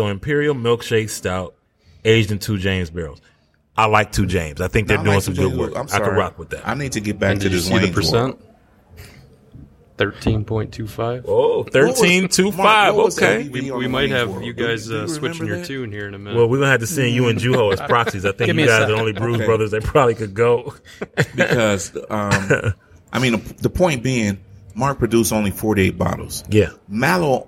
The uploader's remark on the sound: Live from One Under Craft Beer and Eats in Livonia